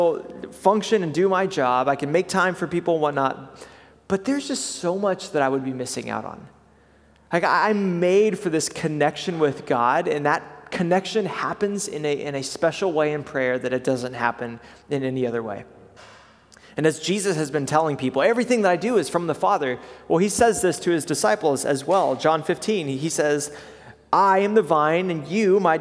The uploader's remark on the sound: Preached at Good Shepherd Oak Cliff.